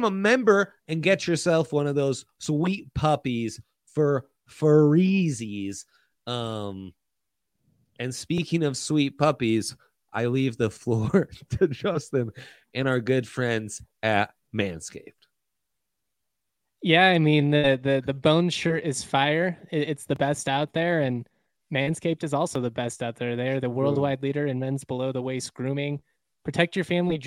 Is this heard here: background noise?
no